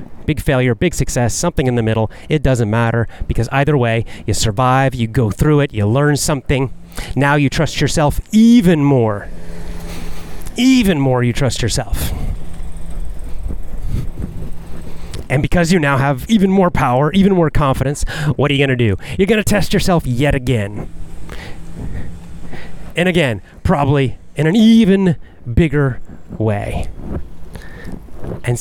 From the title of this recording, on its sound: Walk n Talk